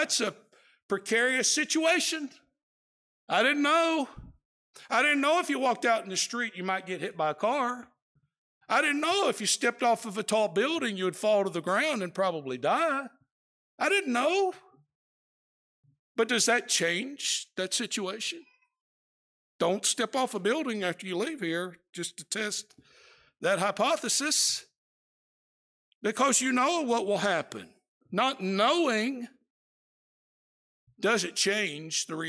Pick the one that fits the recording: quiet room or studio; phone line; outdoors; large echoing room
large echoing room